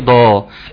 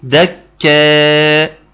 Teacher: ترقيق الدال، الدال مرققه ما تبقاش ايه ضا · Shown in: second take